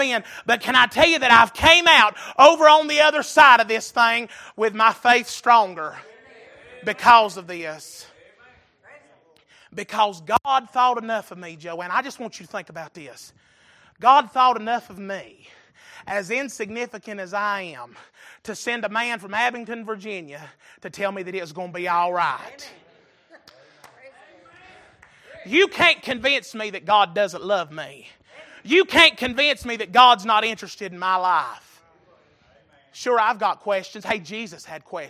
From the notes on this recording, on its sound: Recorded November 6, 2022 - Sunday Evening Service